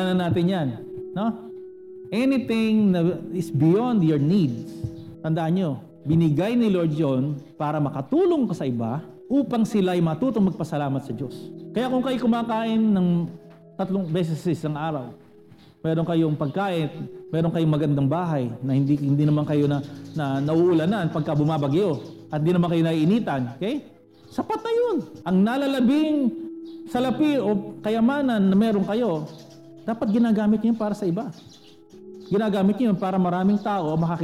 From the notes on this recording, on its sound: Recorded at CJCRSG San Pablo on March 21, 2021.